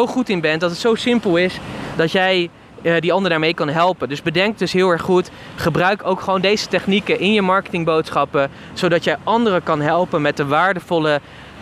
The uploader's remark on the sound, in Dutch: De podcast is opgenomen op het strand in Florida.